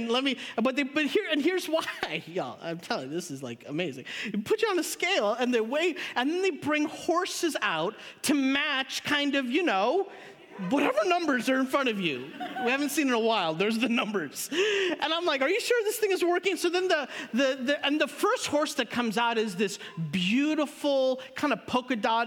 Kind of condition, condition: setting, large echoing room